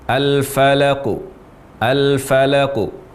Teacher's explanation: Yang benar al-falaku, al-falaku, tanpa menutup pita suara, tanpa menutup pita suara. · Term: qalqalah